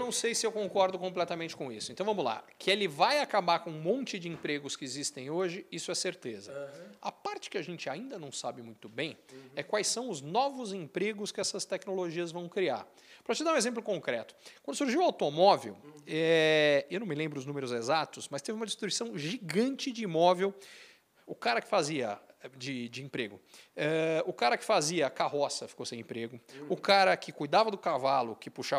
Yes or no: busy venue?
yes